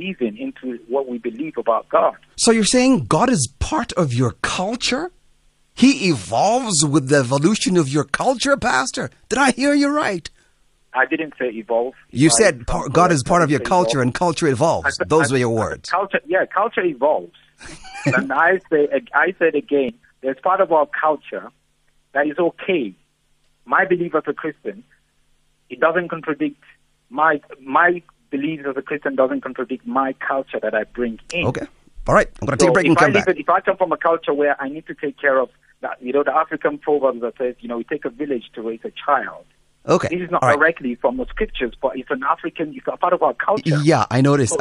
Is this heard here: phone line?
yes